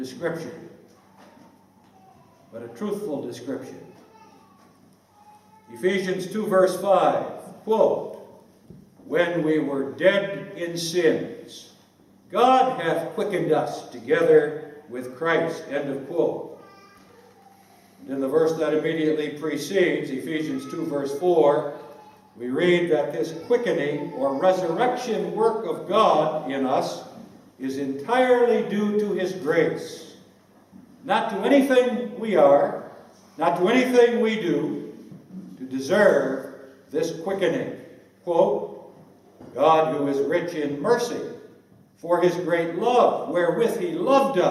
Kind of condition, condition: setting, large echoing room